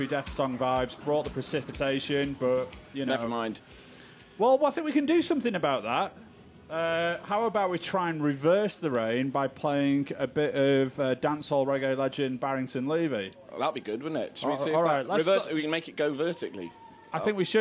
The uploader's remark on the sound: BONUS: Green Man Festival (Saturday). Broadcasted from a boggy field in the beautiful Brecon Beacons in Wales on Green Man Festival radio.